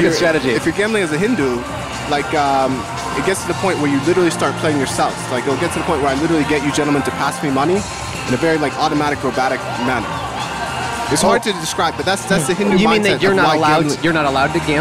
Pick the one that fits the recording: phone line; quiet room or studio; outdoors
outdoors